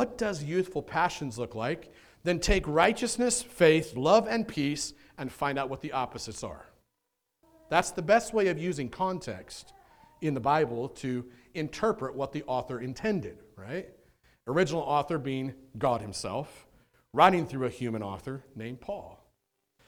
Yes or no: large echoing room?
yes